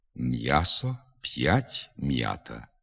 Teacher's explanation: Після апострофа буквами я, ю, є позначаються завжди два звуки